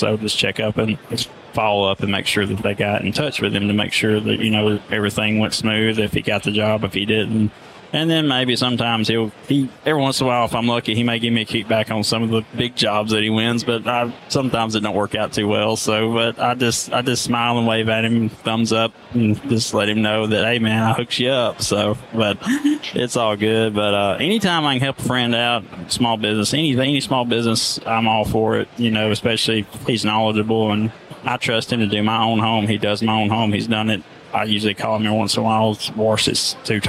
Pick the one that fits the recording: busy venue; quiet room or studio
busy venue